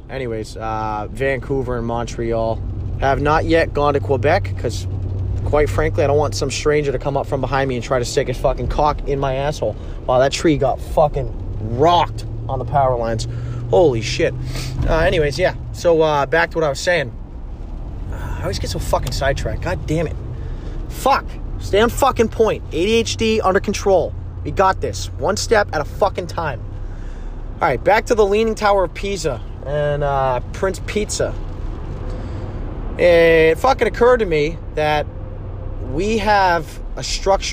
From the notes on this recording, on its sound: Typical me going off while driving.